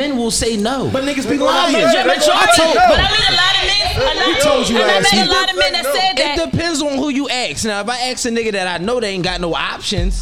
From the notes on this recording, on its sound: Live from Krush Lounge!